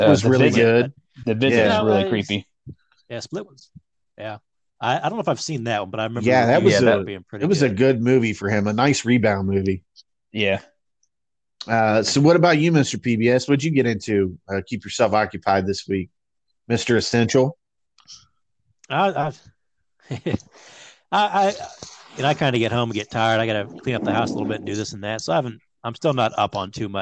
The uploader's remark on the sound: For another remote recording during quarantine.